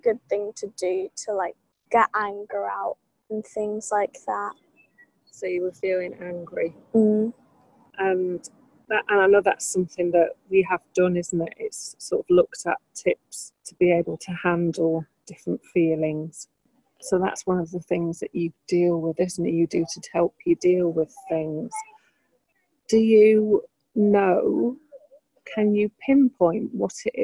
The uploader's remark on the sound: Recorded in the garden (with a couple of connection blips)